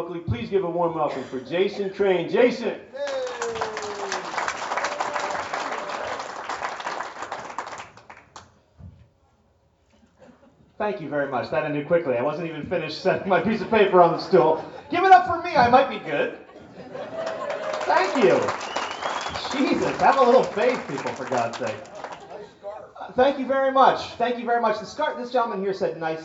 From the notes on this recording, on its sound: In which I try out my new material for the first time in front of a paying audience.